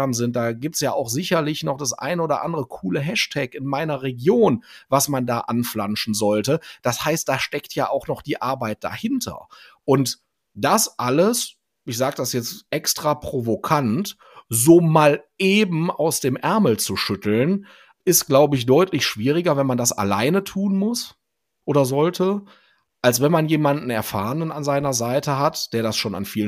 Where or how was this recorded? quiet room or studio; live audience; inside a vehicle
quiet room or studio